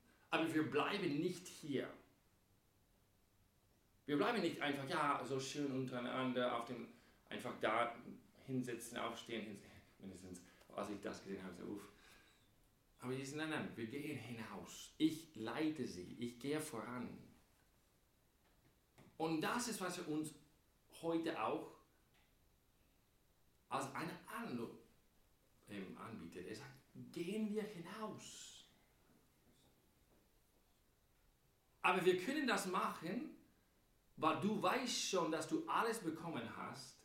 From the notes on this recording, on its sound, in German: Am Gute Hirten Sonntag. Bei der 9:00 Messe gepredigt.